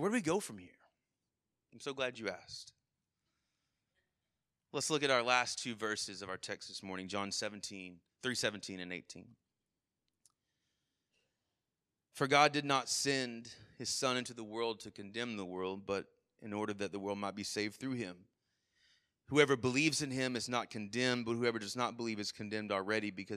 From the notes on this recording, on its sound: Sermon Audio from our Worship service.